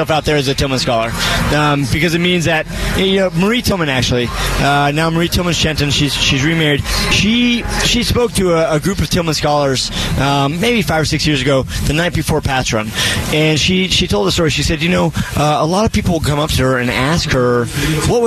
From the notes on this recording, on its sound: live from Sun Devil Stadium for ASU's annual spring game.